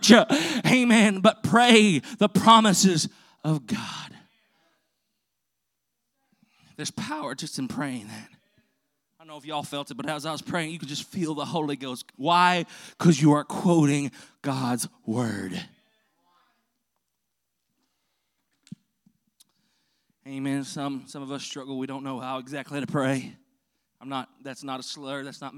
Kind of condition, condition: setting, large echoing room